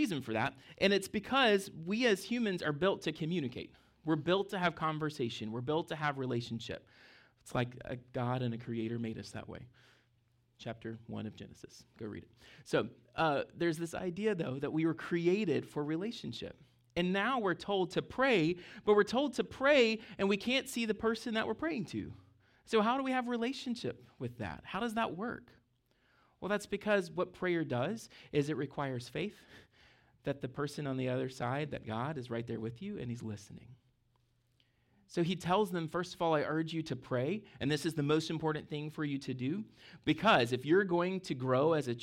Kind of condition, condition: setting, large echoing room